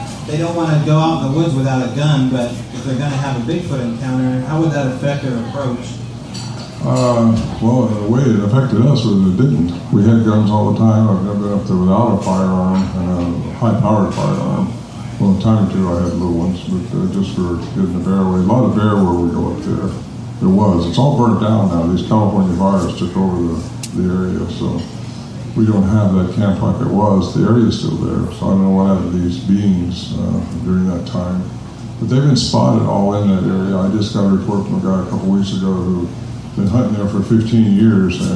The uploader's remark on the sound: speak to a packed house of eager Sasquatch enthusiast who enjoyed the comforts of The Axe & Fiddle Pub SBR para/con live pub talks